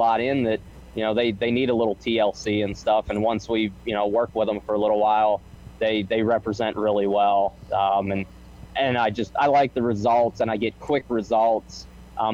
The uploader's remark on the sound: live from a horse show in Pennsylvania